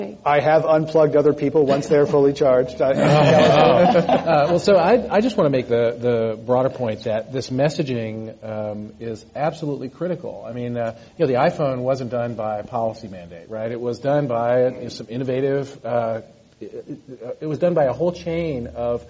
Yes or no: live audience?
yes